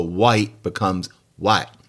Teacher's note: in Black English, the vowel sound I often is ah instead, or more like ah · Term: monophthongization